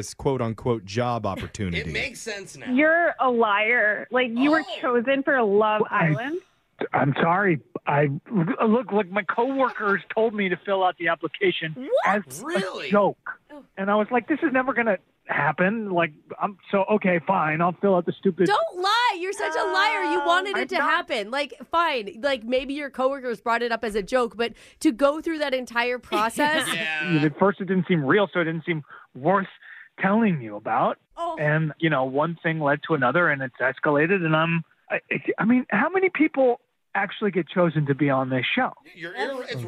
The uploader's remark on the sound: a brand new Awkward Tuesday Phone Call